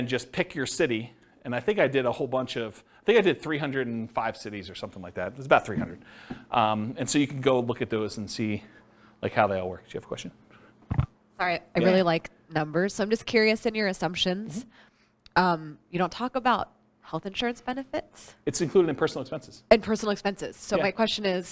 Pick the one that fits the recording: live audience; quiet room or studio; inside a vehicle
live audience